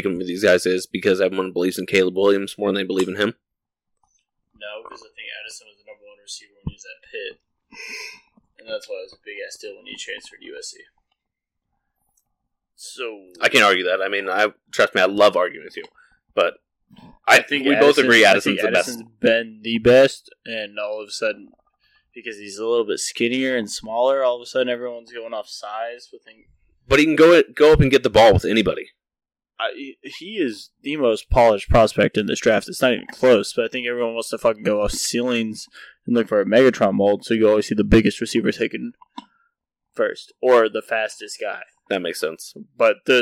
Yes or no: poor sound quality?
yes